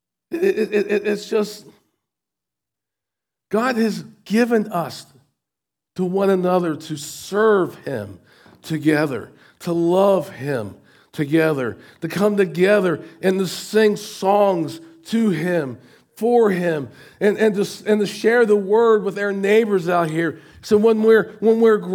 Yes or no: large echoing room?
yes